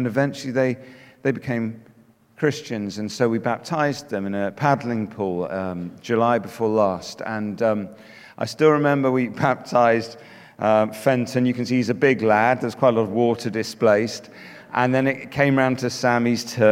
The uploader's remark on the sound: Speaking at The Message Conference 2019